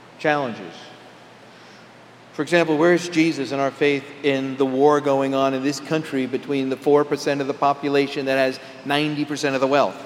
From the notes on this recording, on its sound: Homily delivered on August 21, 2011 at Jan Hus Presbyterian Church and Neighborhood House.